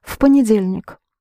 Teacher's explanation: when you pronounce it in the sentence, you can hardly hear the V because it precedes P